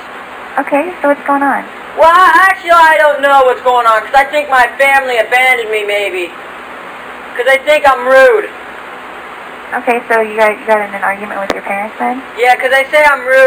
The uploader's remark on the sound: Prank Phone Calls